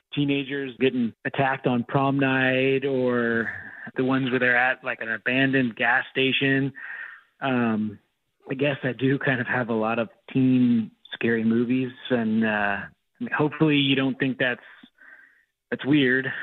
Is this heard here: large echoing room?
no